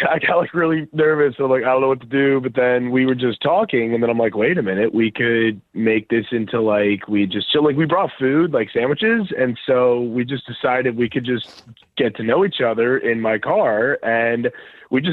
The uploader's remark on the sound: We get that other person on the phone